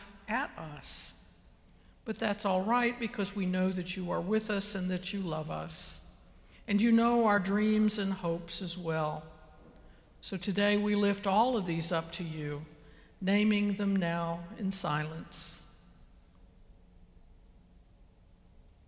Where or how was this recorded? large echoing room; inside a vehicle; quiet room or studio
large echoing room